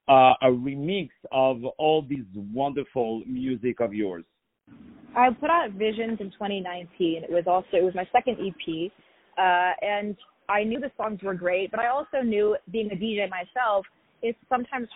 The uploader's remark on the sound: On the phone